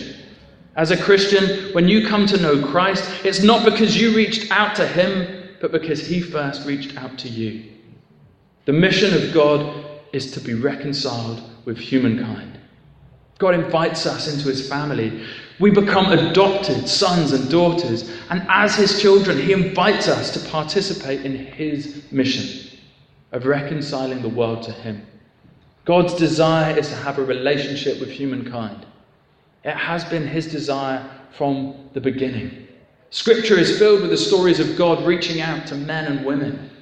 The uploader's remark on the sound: Talk for the ecumenical worship and concert 'Better Together' at Harlington Baptist Church on 27th June 2015